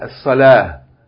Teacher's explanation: Okay, you pronounce it like ha, as-salah. You drop the vowel, because whenever you pause on a word, you don't pronounce the last vowel. · If you stop on it, you pronounce it like it's ha.